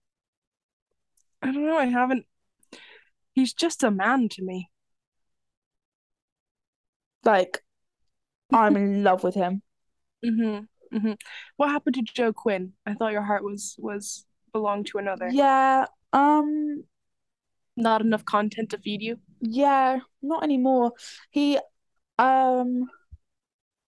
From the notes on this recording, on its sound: our first zoom podcast